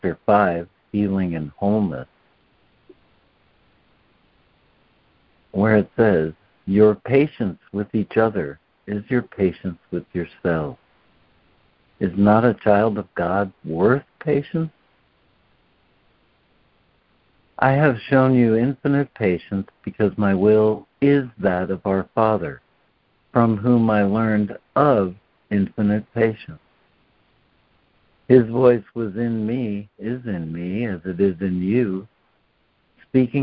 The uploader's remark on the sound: ACIM Daily Conference Call